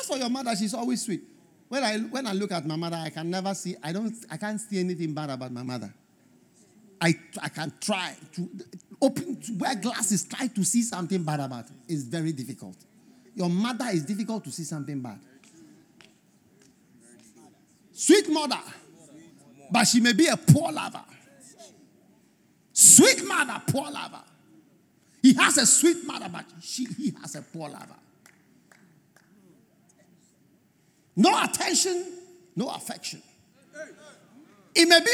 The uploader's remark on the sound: Preached At The First Love Centre, Accra, Ghana